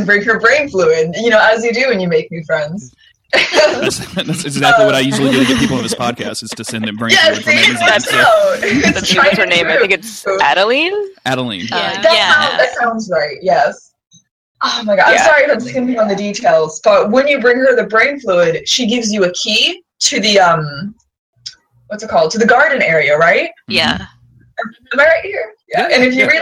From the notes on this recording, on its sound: The audio in this is FINE, but as you might imagine, having four people on the same track isn't ideal. I think it's perfectly listenable, just a bit...chaotic, which I think suits the tone of the conversation.